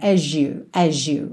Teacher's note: As you ficou aí com um sonzinho de J na ligação